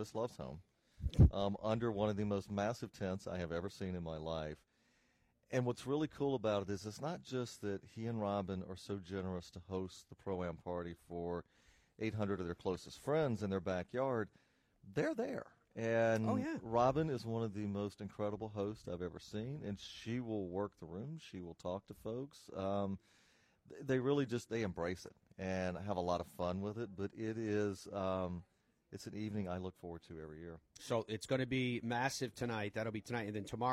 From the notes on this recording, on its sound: broadcasts live from Sea Island at the RSM Classic